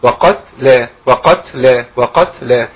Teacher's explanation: الهمس في التاء الساكنة لابد منه.